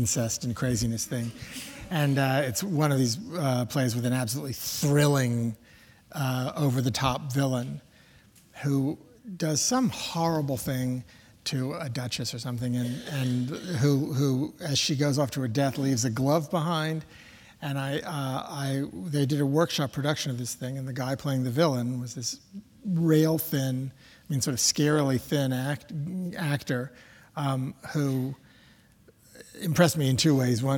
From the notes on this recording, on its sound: The conversation was recorded. In front of a live audience at New York’s 92nd Street Y.